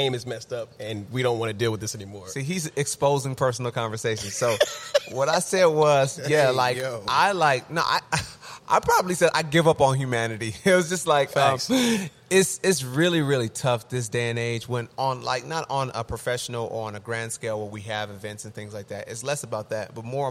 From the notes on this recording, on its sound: in the midst of the live studio audience